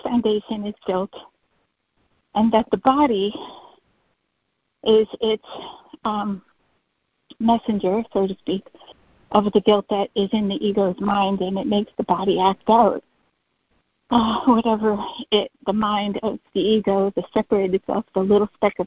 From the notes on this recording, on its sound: ACIM Daily Conference Call